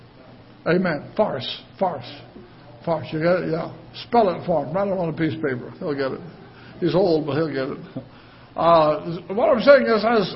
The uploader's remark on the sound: Ketha Heights Baptist Church ~ Live Broadcast